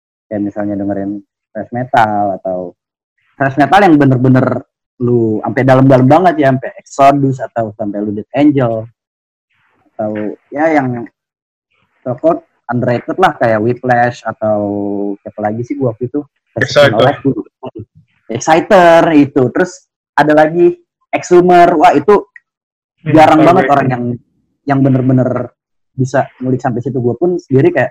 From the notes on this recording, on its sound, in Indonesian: Di episode ini kita ngerekam via zoom, jadi sorry ye kalo hasil audionya kurang bagus. Episode ini juga uncut.